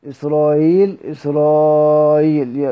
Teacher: وقرأ أبو جعفر بتسهيل همزة إسرائيل